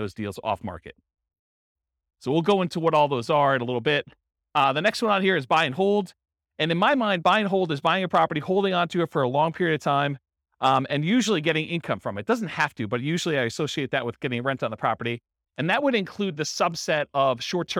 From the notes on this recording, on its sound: This was a live class recorded.